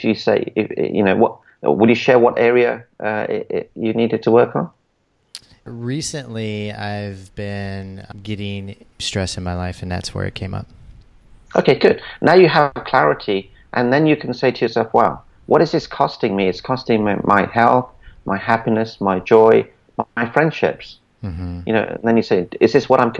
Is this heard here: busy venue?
no